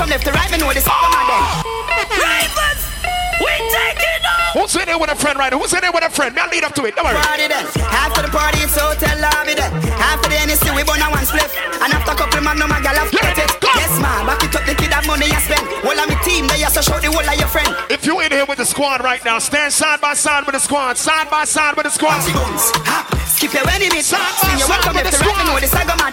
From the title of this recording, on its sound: Tropical Fridayz 11/4/22 (LIVE AUDIO)